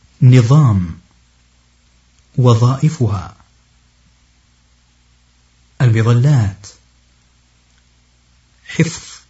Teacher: حرف الضاء يخرج من بين طرف اللسان من جهة ظهره مع أطراف الثنايا العليا